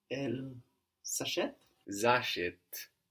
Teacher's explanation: That S between vowels will sound like a Z.